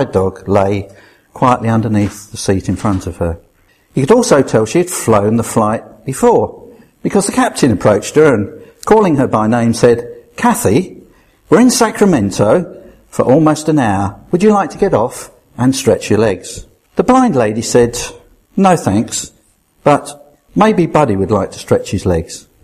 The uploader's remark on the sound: At Rayleigh Elim Pentecostal Church.